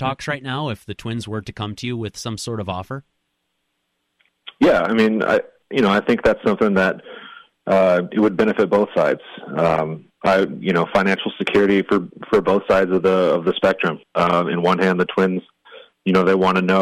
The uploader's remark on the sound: catches up by phone